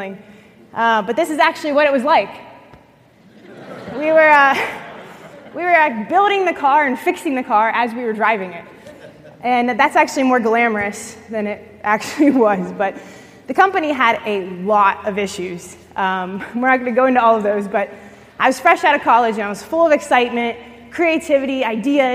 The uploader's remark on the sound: at the L3 One Day Leadership Conference